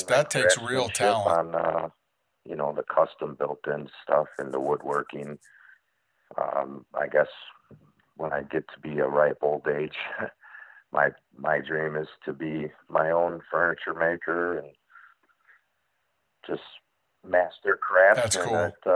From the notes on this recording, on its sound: call in and talk about their businesses